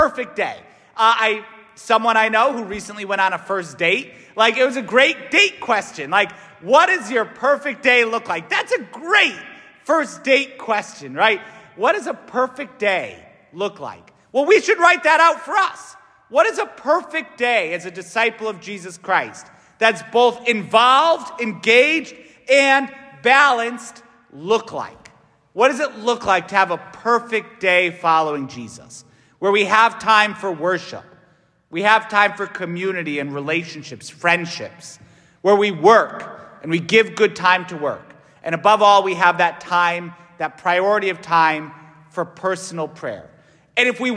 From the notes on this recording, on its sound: S t Francis Catholic parish homily